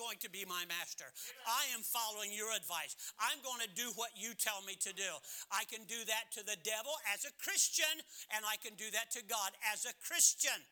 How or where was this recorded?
large echoing room